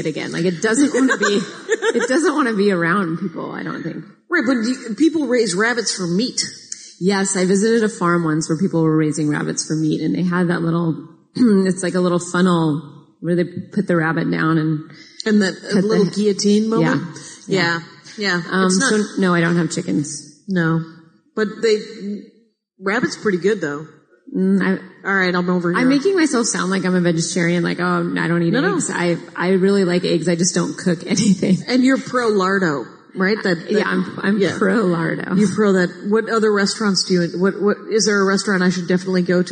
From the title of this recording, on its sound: Live from Portland